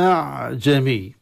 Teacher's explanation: بإبدال الهمزة الثانية ألفا مع المد المشبع لأن بعدها عين ساكنة في حصبة في مد يعني مد لازم أعجمي.